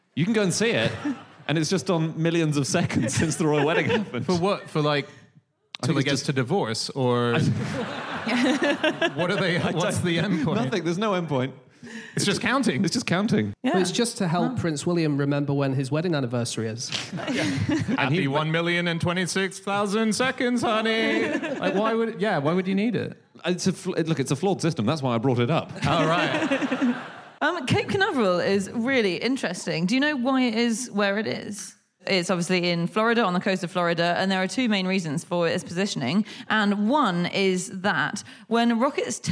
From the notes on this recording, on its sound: Live from Wimbledon